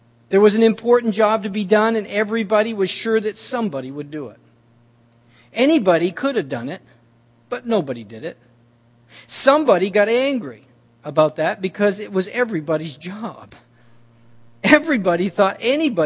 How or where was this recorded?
large echoing room